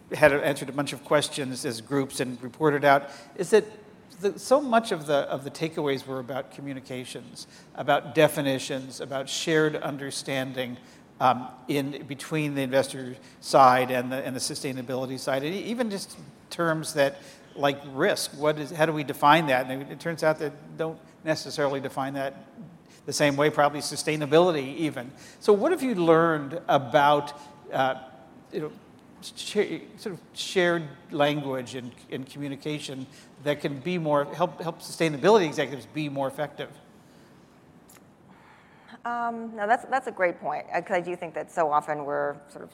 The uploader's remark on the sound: The best of live interviews from GreenBiz events.